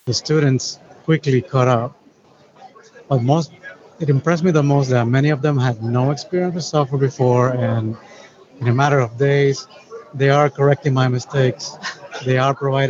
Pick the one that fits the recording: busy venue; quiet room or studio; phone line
busy venue